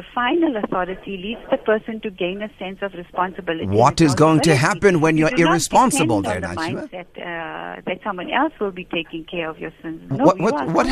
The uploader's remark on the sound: Guest on the phone